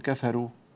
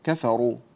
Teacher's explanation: الراء هنا مفخمة عند ورش لا ترققها · Shown in: second take